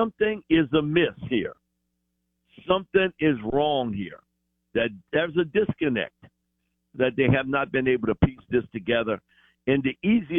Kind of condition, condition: link, phone line